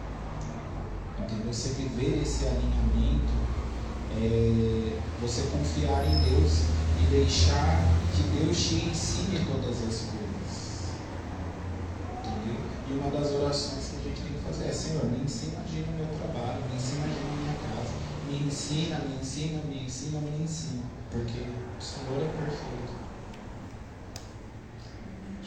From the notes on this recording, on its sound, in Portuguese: Programa gravado no dia 25/11/2023 na Igreja Desfrutar do Amor de Deus em São Paulo.